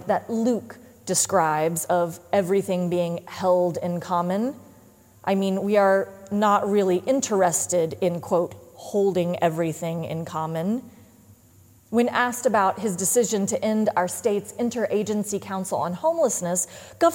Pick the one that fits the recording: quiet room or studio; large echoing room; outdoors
large echoing room